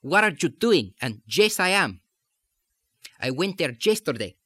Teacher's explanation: you have the Y sound in English changing to J.